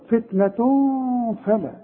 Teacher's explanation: الفاء من حروف الاخفاء، يبقى حخفي وغن. فتنة فلا، اوعى تنسى الغنة.